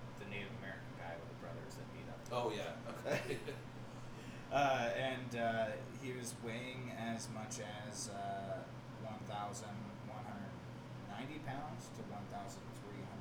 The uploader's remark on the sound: The audio quality in this episode is not improved as stated in the podcast, next week's recording will contain highly improved audio with the correct set up of our new Mic! Poor editing.